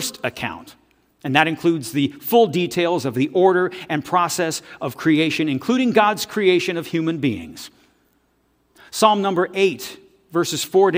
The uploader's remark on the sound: This audio is taken from the November 5, 2023 worship service at FBC Charlottetown.